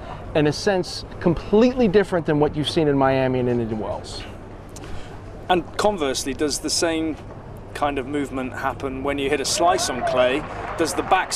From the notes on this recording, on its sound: This interview was recorded during the 2022 Rolex Monte-Carlo Masters.